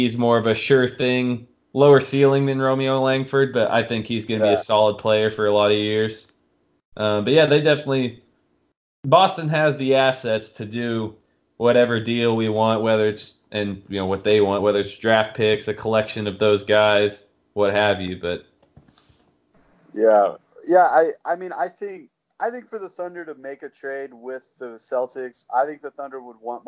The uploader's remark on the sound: Lotta audio Snafus in this one. I was supposed to edit them, but that was time-consuming and we gotta stay on track, so I'm releasing it as-is.